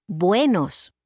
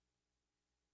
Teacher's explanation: The two vowels are pronounced as a single syllable. · Term: diphthongs